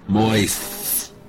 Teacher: Make that S wet and long. Moist. And snap that T at the end.